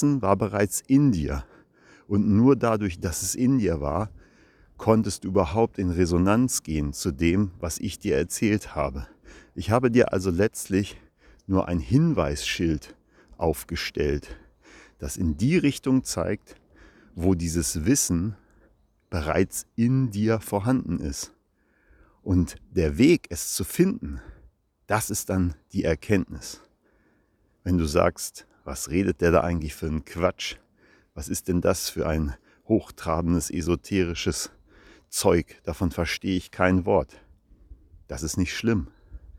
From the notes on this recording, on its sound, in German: Live im Wald gesprochen- kann Spuren von echter Waldenergie enthalten.